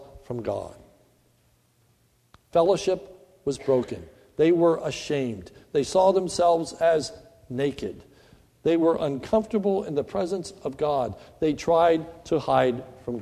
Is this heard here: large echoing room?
yes